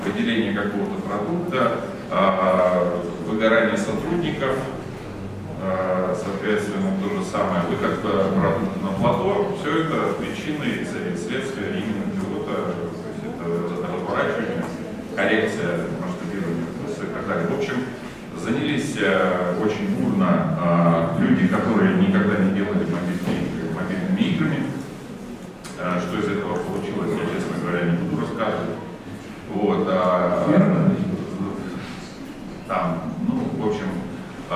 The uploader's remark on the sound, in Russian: GameDev митап F2022 в Тбилиси 22.12.2022